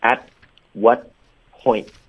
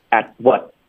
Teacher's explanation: 开头前三个字都会省略结尾的这个爆破音 · Term: 干脆停顿